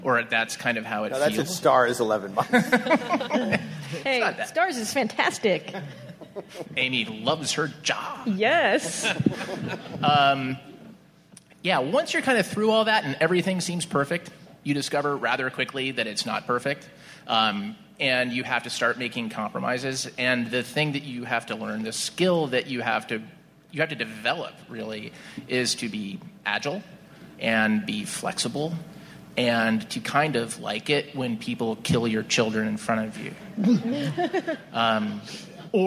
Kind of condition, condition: setting, busy venue